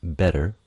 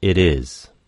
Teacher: Though this is often transcribed inaccurately as a stop plosive D, d, the sound is actually a tap of the alveolar ridge. It also can happen between two words, with the ara linking them, as in it is. · Term: voiced alveolar tap